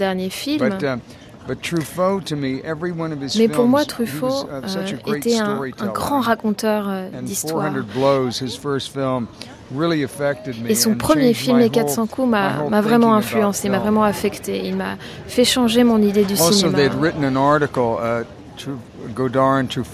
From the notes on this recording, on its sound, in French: Promenade sur la Croisette, à Cannes, lors du festival de 2008.